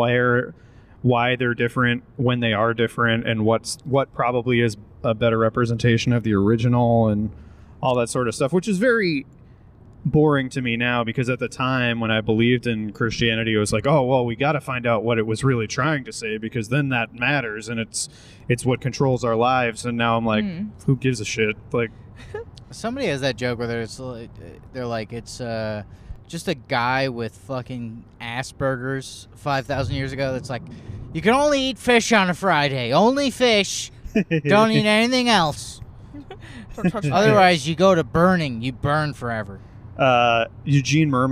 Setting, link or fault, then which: setting, inside a vehicle